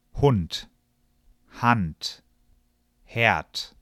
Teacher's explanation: Endet eine Silbe auf D, wird diese oft wie ein T ausgesprochen. · Term: Auslautverhärtung